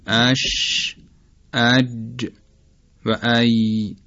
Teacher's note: از اتصال یا نزدیک شدن میانه زبان به کام بالا یعنی سق دهان تلفظ میشن · Term: شجری